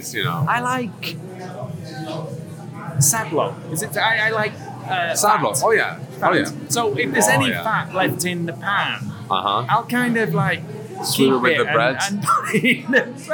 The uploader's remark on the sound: We sat for about 40 minutes in Kafe Pragovka during the Czech Barista Championships , and despite the noise in the coffee shop and at the event. We sat for about 40 minutes in Kafe Pragovka during the Czech Barista Championships , and despite the noise in the coffee shop and at the event.